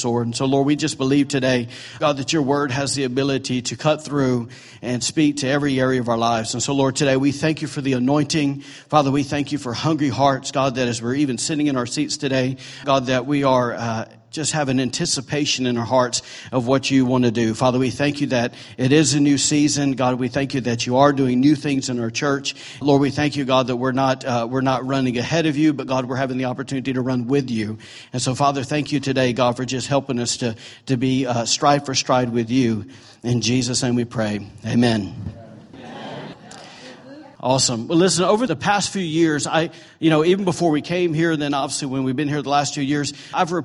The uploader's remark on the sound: recorded during on Sunday, January 14, 2018, during Sunday morning services at The ANCHOR Church